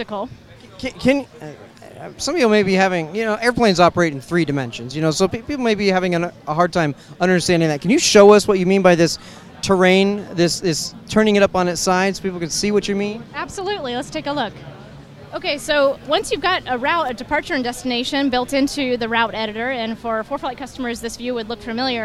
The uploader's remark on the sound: We interview ForeFlight at SUN &#8216;n FUN 2014. We interview ForeFlight at SUN ‘n FUN 2014 about their brand new update for iPhone and iPad.